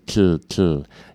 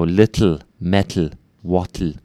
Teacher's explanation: We get that tl sound, the exploding sideways. So to do this, you got to put the tip of your tongue behind your upper front teeth and explode sideways, tl.